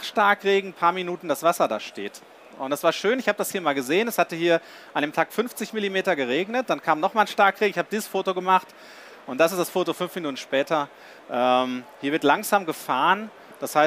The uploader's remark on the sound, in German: live von der GaLaBau Messe 2022.